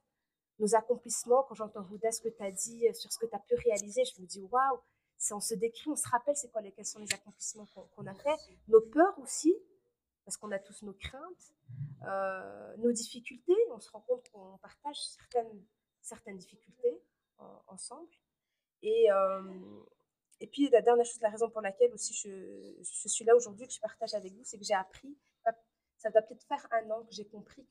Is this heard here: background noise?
yes